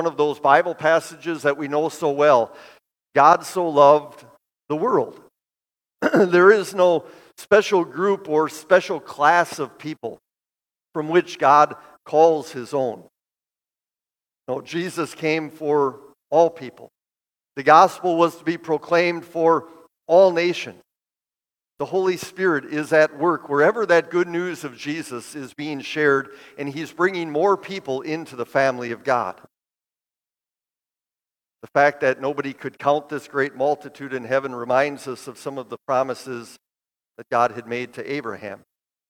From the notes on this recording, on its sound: Bethany, Appleton, WI. This sermon at Bethany's Sunday worship.